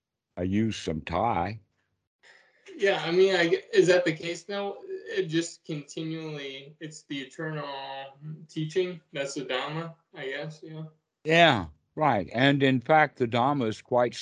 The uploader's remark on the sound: skype calls